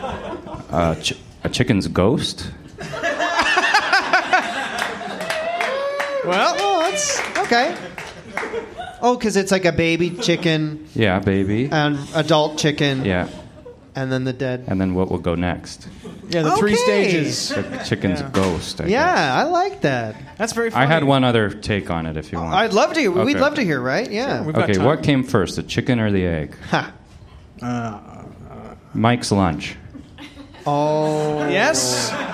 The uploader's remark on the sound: recorded live on April 17, 2019 at The Ossington in Toronto, Canada!